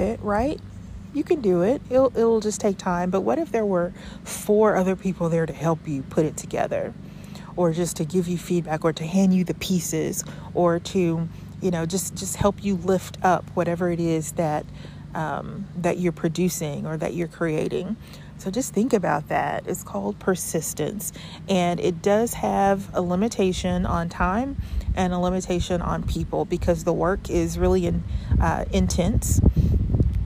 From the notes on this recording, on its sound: I apologize in advance for the wind in the background!